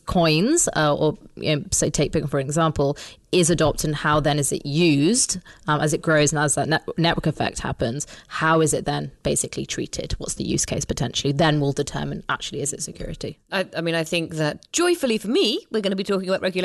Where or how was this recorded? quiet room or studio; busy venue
quiet room or studio